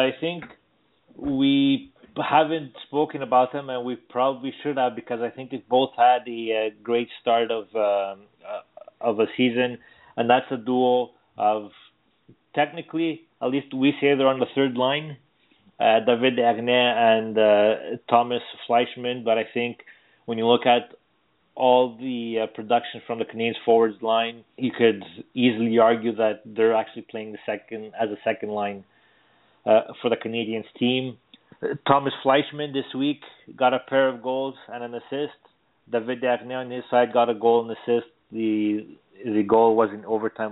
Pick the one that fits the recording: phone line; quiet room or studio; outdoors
phone line